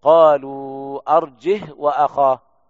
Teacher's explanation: بدون همز وإسكان الهاء